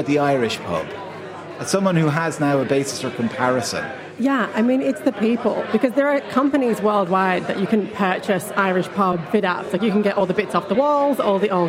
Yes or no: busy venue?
yes